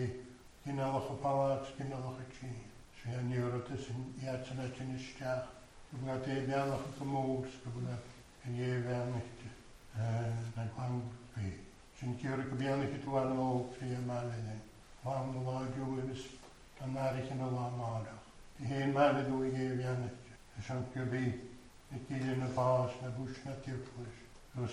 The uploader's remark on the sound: recorded at North Harris Free Church on the evening of Sunday 14 November 2021.